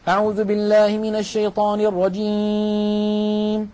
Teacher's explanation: نلاحظ بأن الصوت قسم كبير منه قد خرج عن طريق الأنف، هذا لحن وخطأ. لا يستعمل الخيشوم ولا تخرج منه غنة إلا مع الميم والنون ولا ثالث.